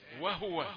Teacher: إذا أردت ضم الهاء في هو بهذه اللهجة اسمعها الآن وهو، هذه ضمة ناقصة، أنا أضم الهاء لكنها تصل إلى المستمع ضمة ناقصة. إذا قلت وهو مهما ضممت سيصل الصوت كأنه ساكن، وستشتبه مع قراءة من يقرؤون وهو بالسكون فهو له.